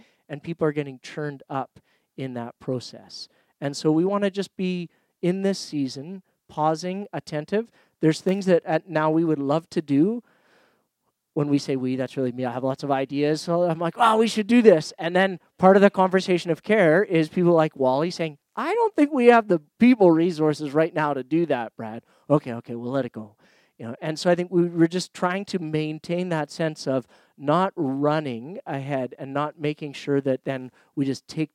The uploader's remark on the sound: Recorded Audio from Jericho Ridge Ministry Night 2017